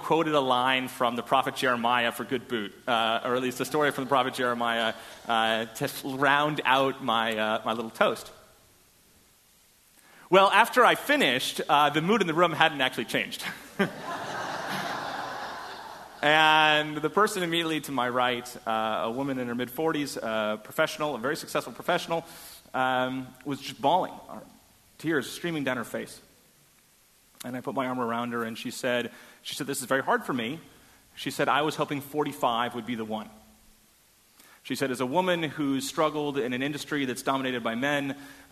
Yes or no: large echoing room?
yes